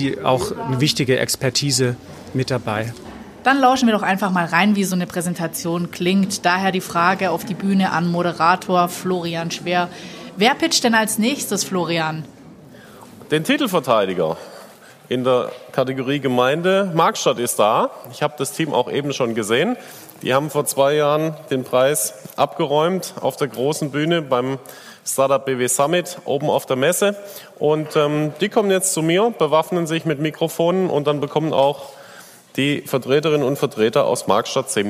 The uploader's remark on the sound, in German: Wir waren live dabei beim Pitch der Kommunen im Rahmen des Landeswettbewerbs für gründungsfreundliche Kommunen. Wir horchen rein in eine kleine Auswahl von Pitches und hören uns an, wie Vertreterinnen und Vertreter auf kommunaler Ebene live vor der Jury pitchen.